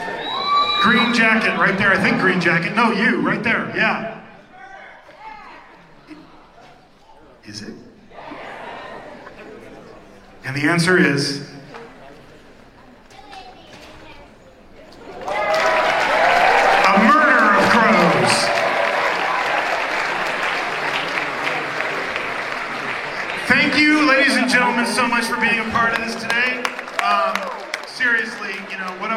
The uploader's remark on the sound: We showcase the panel from Midsummer Scream